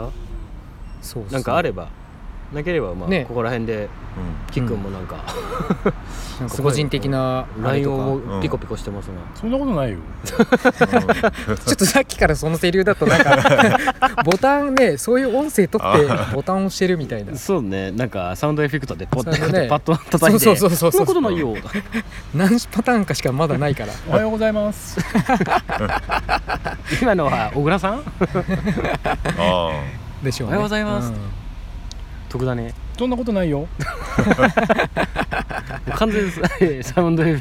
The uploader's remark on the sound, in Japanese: なかなか日程が取れず急遽スタジオ近くの公園で収録敢行…否、夕刻の風が気持ち良いので屋外ロケ敢行！な番外編。